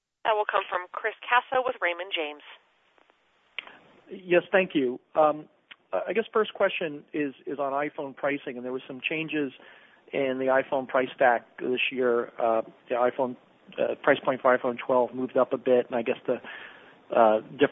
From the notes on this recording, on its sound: Earnings Conference Call